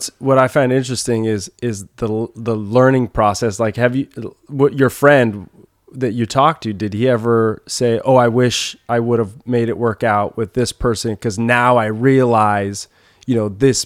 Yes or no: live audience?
no